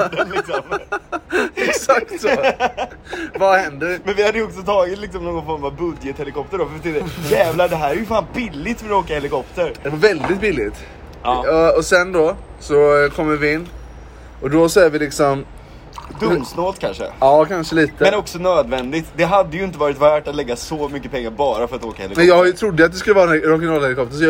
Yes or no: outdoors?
yes